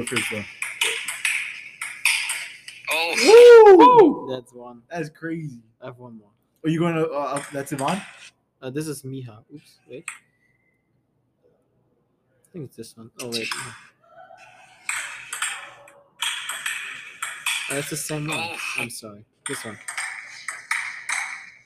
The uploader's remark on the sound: Anchor Did Us Dirty! Technical Difficulties.